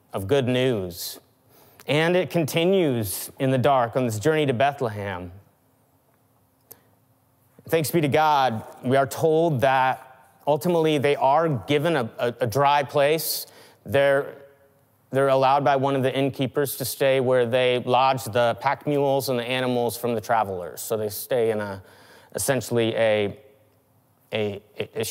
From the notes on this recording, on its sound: Christmas Eve 2020 (Audio Edition). Check out the audio edition of our 2020 Christmas Eve service!